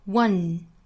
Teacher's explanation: 这个词不是后鼻音仍然是前鼻音